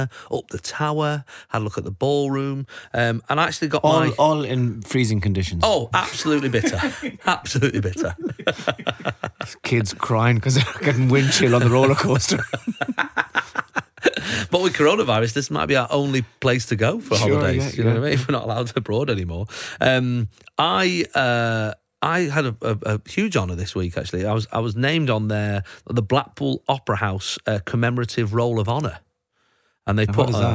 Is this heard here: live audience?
no